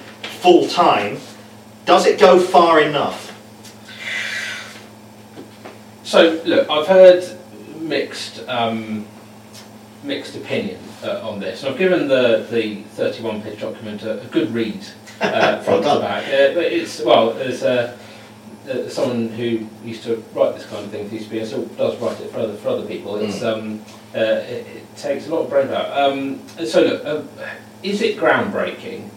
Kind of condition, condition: fault, poor sound quality